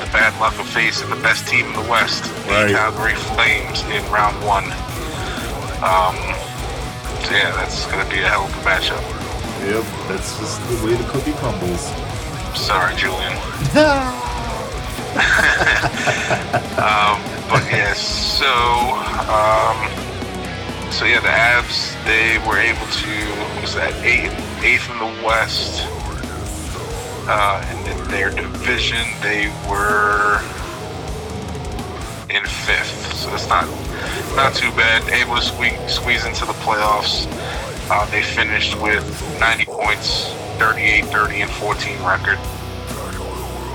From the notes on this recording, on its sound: phones